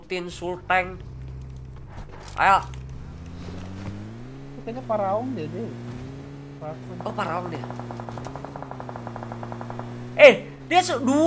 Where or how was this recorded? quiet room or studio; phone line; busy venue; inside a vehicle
inside a vehicle